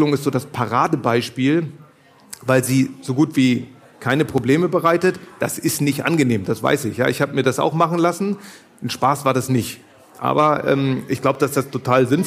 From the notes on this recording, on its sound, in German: live vor Publikum aufgezeichnet